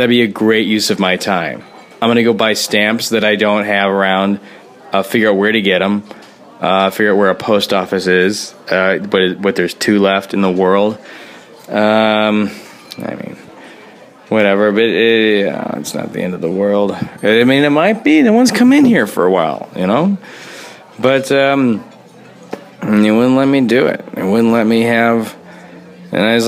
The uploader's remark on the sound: A mysterious man tries to record a podcast in a restaurant.